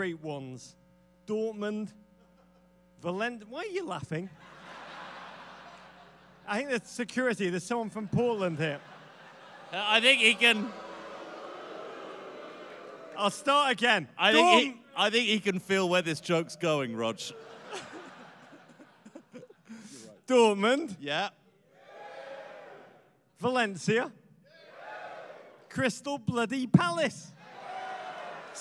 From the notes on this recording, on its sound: Live in Seattle. Rogue State 2018, Live from the Showbox SoDo in Seattle.